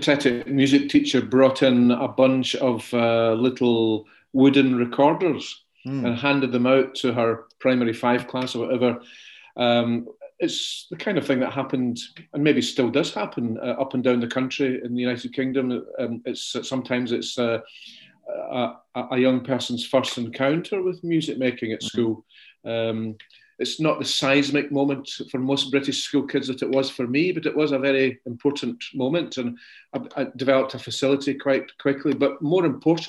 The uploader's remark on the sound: This interview was recorded on 15th March 2021 via Zoom.